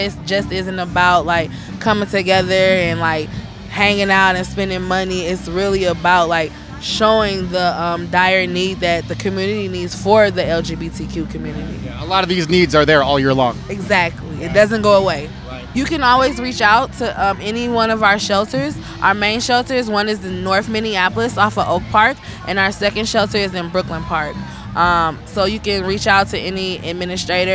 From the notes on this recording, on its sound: On-location in Loring Park for the 2018 Twin Cities Pride Festival Part 3.